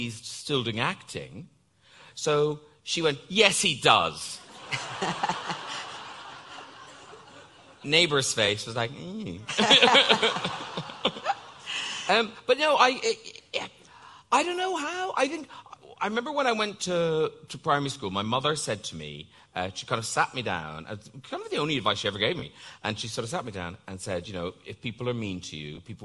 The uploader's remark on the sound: live at an evening event at the Cheltenham Literature Festival